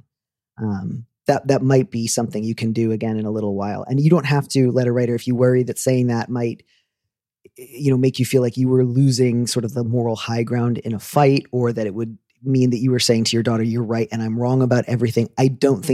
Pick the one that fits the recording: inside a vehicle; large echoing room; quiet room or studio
quiet room or studio